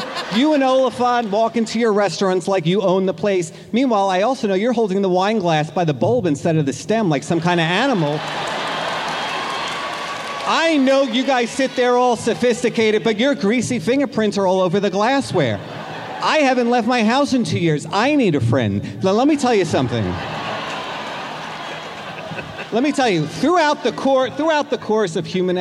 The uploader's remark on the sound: Live from the Wiltern Theatre. Takes live voicemails.